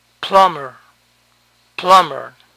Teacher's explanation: Noten que la B aquí no se pronuncia.